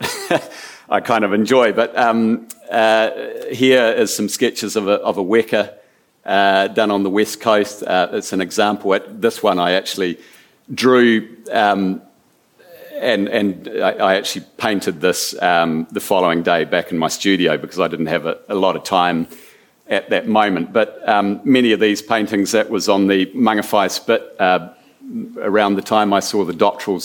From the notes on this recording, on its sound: at the 2021 Marlborough Book Festival